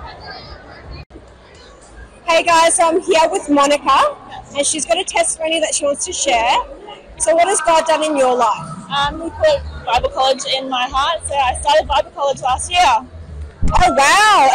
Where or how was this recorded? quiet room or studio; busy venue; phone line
busy venue